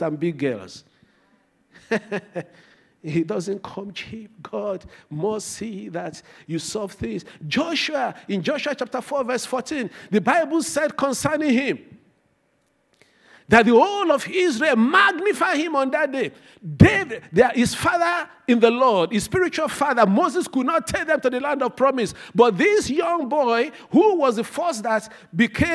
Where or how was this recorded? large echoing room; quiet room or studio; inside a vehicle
large echoing room